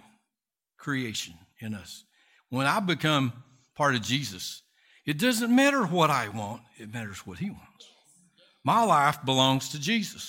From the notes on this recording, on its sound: Recorded from South Gate Fellowship in Duncanville, TX on Sunday, February 27, 2022.